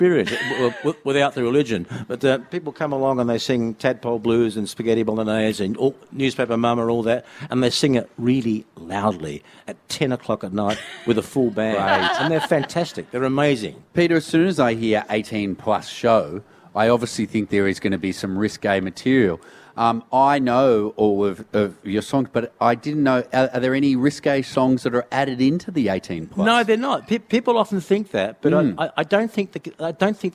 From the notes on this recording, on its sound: LIVE From The Garden Of Unearthly Delights At Adelaide Fringe. Audience Assisted Music Quiz.